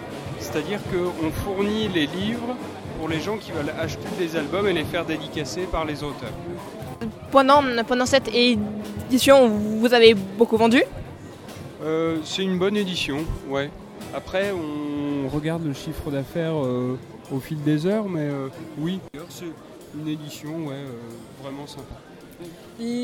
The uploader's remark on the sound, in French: Micro Trottoir au Festival Bédéciné